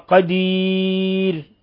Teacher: ترقيق الراء حالة الوقف عليها لأنه سبقها ياء ساكنة ووقف عليها فترقق الراء قدير.